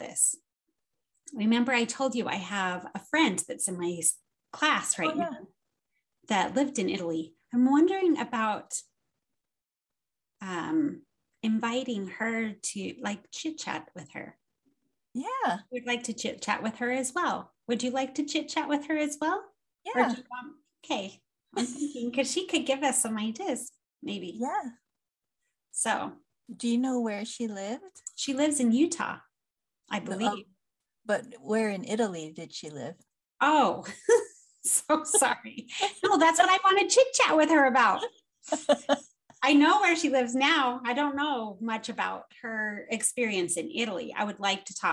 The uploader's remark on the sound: This episode is over Zoom again.